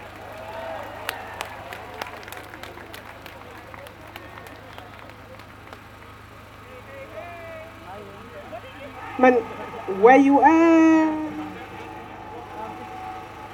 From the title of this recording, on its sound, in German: O-Ton] Black-Lives-Still-Matter-Demo am 5. Juni 2021 in Wien.